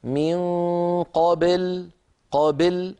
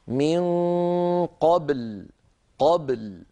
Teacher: الخطأ الأول أن تميل الباء إلى الكسر فيقول أحدنا من قابل قابل، هذه بل لا تصح، لابد أن تنطق الباء ساكنة مقلقلة · Shown in: second take